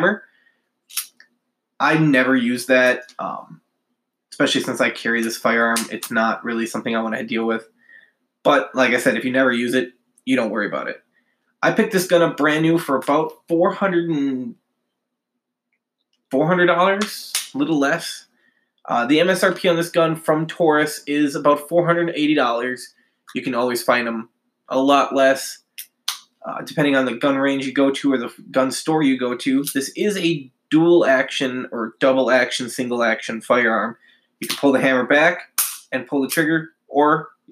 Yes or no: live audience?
no